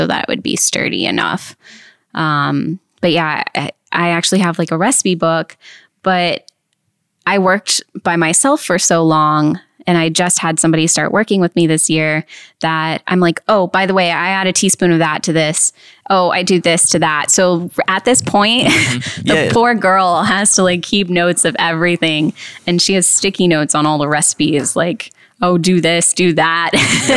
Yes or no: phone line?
no